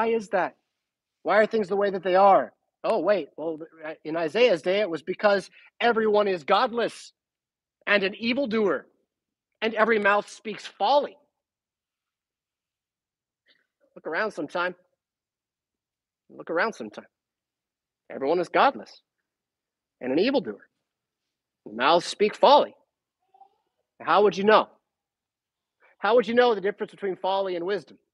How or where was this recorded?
large echoing room